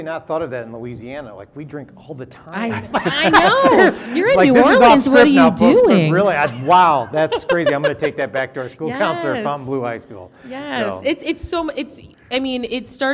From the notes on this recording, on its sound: We were fortunate enough to be invited to serve as keynote speakers for the Ohio ACAC conference in March. We present you the unedited audio recording from inside the room. Being in Toledo.